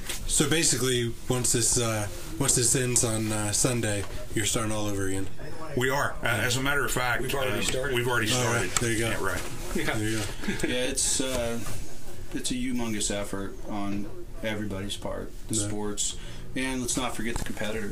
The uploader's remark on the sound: CZ Iron Sight Nationals- On Location Podcast